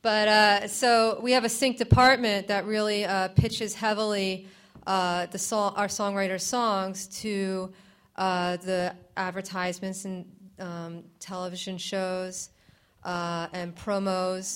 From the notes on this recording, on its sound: The show airs live each Wednesday at 8pm on WPSC-FM, Brave New Radio. In this episode, we hear a (recorded, duh) live panel discussion.